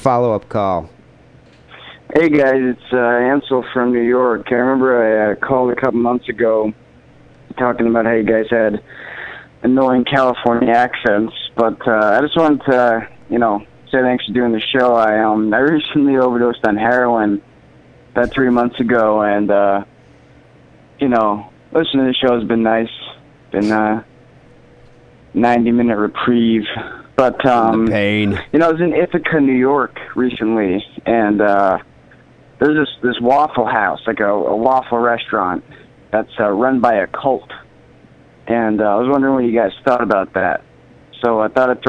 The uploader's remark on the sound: Phone Calls.